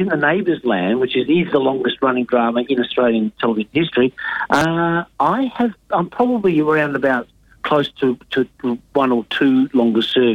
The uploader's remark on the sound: on the phone in his pyjamas